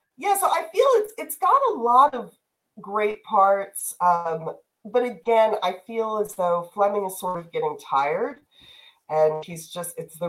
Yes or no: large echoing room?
no